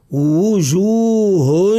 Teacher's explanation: وجوه، لأن همزة القطع أسهل من الواو، لأن الواو فيه تكلف، لابد أن نضم الشفتين، هو يخرج من بين الشفتين ونزيد نضم الشفتين ضما كاملا · Term: الواو المضموم